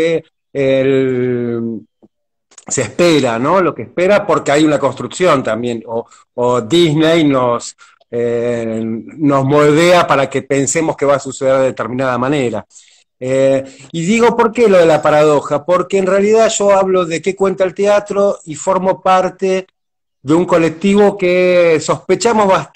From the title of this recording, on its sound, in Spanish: Entrevistas de cuarentena por Instagram Live